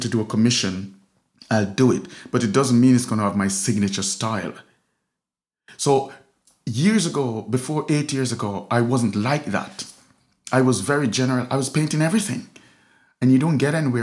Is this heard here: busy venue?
no